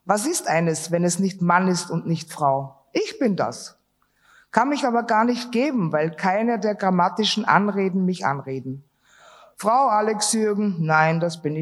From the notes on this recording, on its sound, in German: Live-Aufzeichnung. Symposium des Projekts “Intersex kontrovers” der Hamburg Open Online University im Museum am Rothenbaum – Kulturen und Künste der Welt (MARKK).